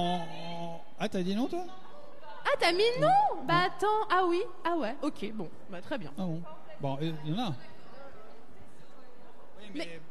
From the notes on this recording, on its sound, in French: Emission Live "Marché de Léon". En direct du Marché de Léon.